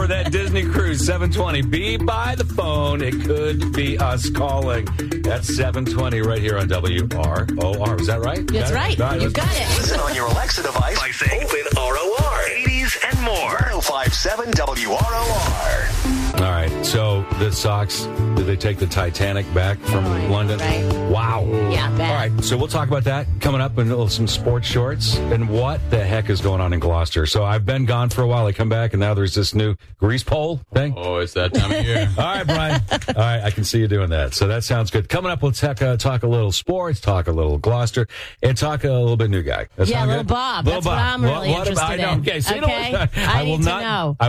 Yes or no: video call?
no